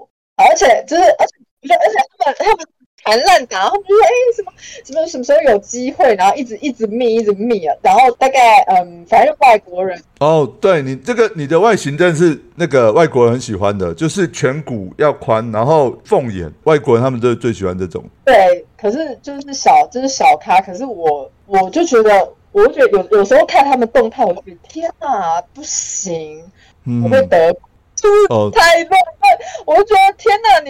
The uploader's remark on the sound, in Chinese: 本集節目音質很差，收聽前跟各位告知一下，其他集節目不會那麼差喔。